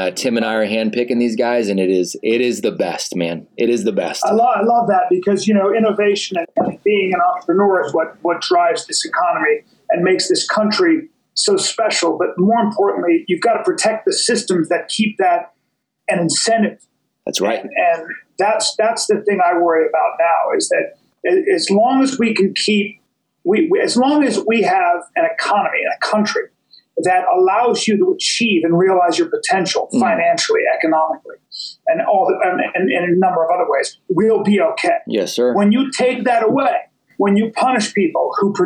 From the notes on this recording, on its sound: I messed up. As a result, the audio quality of today's episode is not up to par with what it usually is.